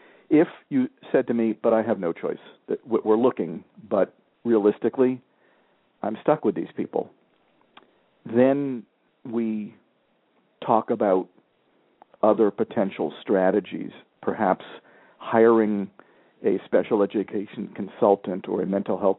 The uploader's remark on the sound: several parents called in with questions